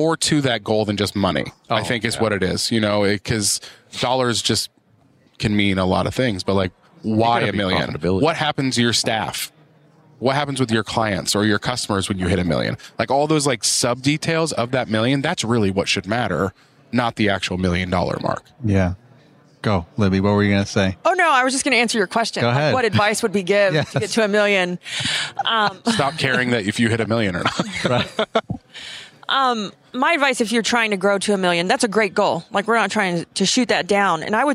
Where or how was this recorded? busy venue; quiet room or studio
busy venue